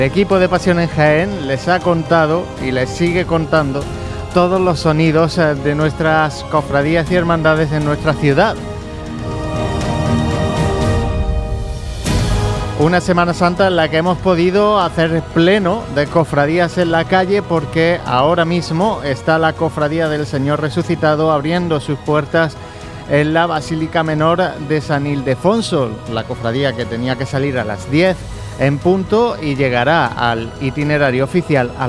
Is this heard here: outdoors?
yes